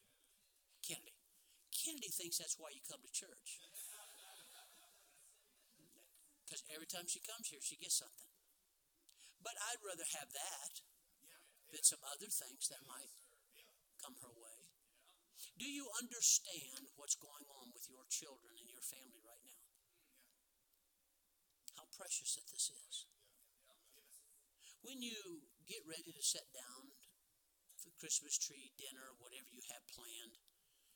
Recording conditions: large echoing room